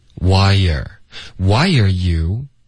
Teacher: Y 跟 er 之间会添加一个很轻的一个耶音